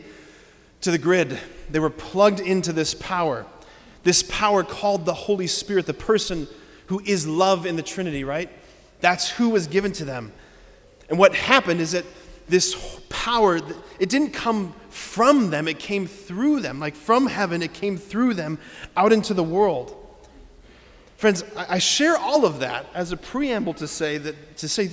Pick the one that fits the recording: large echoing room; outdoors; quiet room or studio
large echoing room